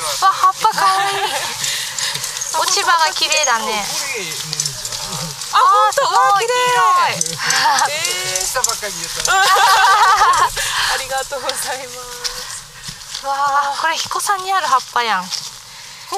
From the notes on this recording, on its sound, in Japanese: 若杉山。山での収録と下山後のアフタートークを合わせて作っています。